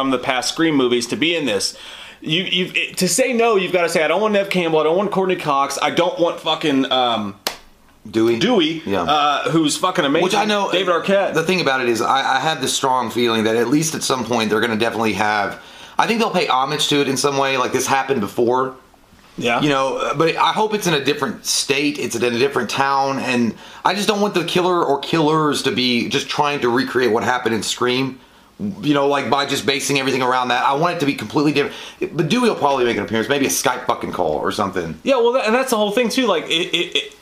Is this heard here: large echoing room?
no